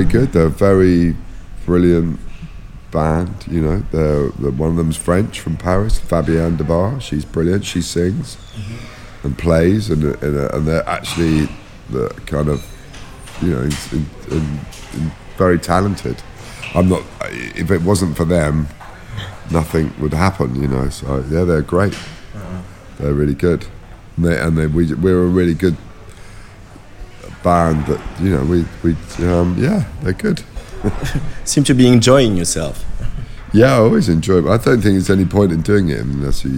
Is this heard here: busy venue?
yes